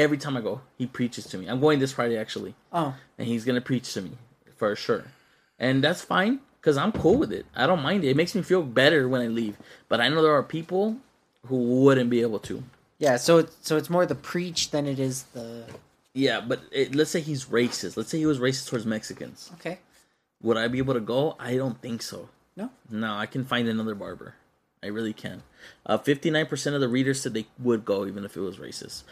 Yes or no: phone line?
no